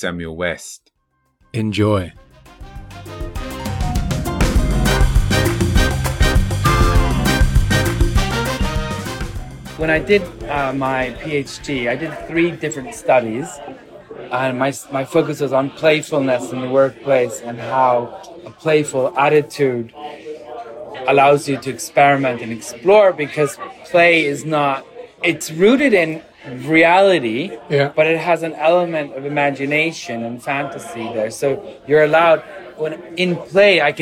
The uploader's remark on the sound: At the Global Innovation Forum, London. Get out of the studio (well, one of them does) to have a nice, cosy fireside chat in a London pub. As the beer flows.